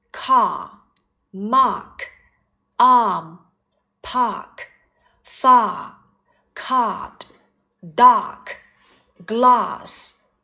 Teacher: 后元音啊口张大，舌身向后，上下牙齿要分开，双唇呢稍稍收圆一些，你的舌尖呢不要抵住下齿，舌头很放松就可以了。读音练习，car၊ mark၊ arm၊ park၊ far၊ cart၊ dark၊ glass။后元音，短音，啊这个音呢，在发的时候呀，开口的程度啊，要比你刚才的啊，哎，口型要小一些。所以呢，开口程度是要更小的，双齿中等程度，张开，舌头要用力，你的舌后部要稍稍地抬起。舌尖和舌的两侧要轻轻地